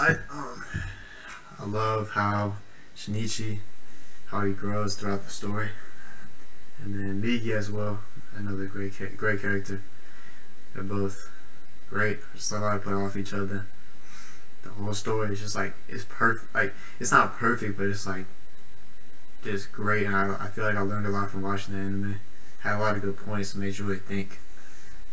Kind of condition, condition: fault, poor sound quality